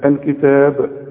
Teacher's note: الكتاب برضو الكلمة هذه مرققة، لكن اذا وقفت على الكتاب قلقل الباء. الكتاب، انما عند الوصل لا قلقل.